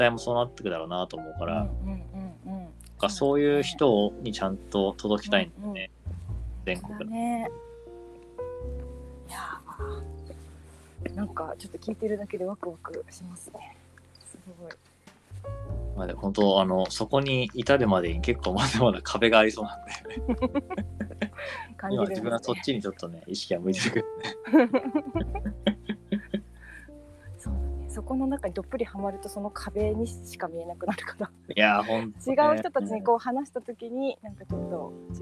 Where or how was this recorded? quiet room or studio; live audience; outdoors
outdoors